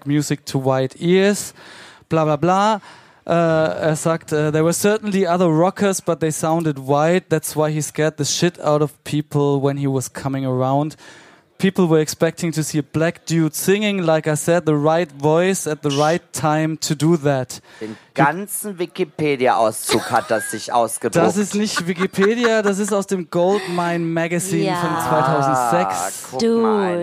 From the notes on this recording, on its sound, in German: Der Musik-Talk, live in der BarBoBu in F-hain.